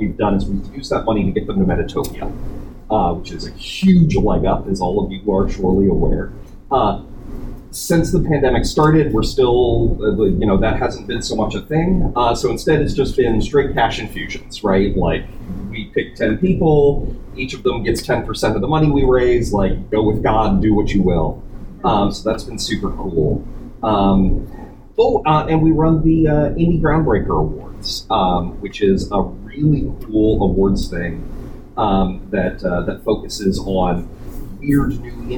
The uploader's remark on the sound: Recorded at Metatopia 2023